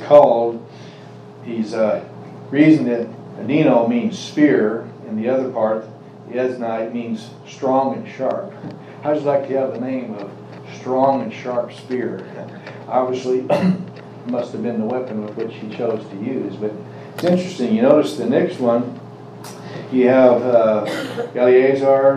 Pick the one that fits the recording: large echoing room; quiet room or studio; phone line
large echoing room